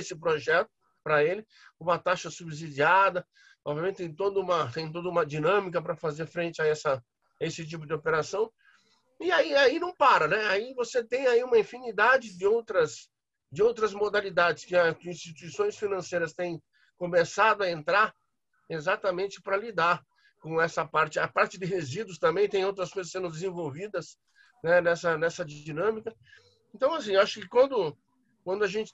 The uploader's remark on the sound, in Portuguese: Áudio Webinar